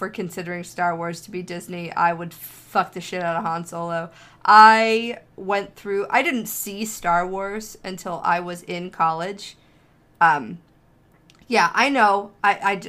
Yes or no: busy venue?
no